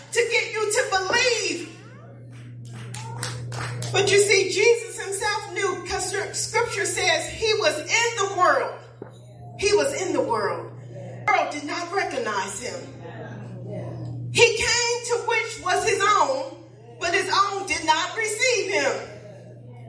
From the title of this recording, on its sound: Praise and Worship Service